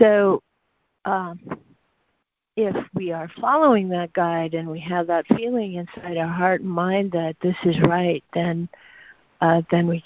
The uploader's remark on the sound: ACIM Daily Conference Call.